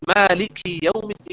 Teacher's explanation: نقول مالك يوم الدين بكسر الكاف